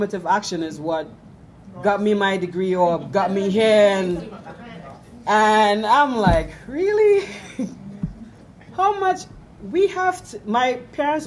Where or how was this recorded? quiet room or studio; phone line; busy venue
busy venue